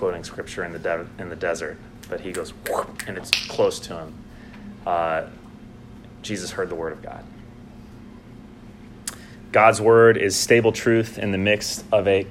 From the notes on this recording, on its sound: Homily delivered on Sunday morning, September 15, 2019 at the Christ Church Madison Fall Retreat held at the Green Lake Conference Center.